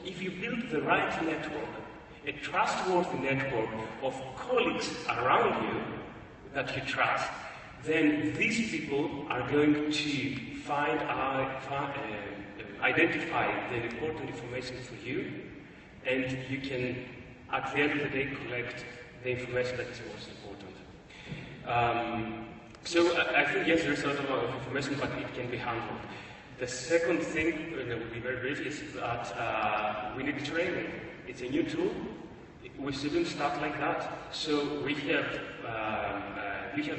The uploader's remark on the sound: Presentation on October 23, 2015 at Wonca Europe Conference in Istanbul, Turkey